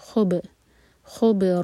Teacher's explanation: خواب پر جو دمہ ہے اس کے لیے ہمارے ہوٹ گول ہوں گے، جب با پر آئیں تو ہوٹوں کو پھیلا لیں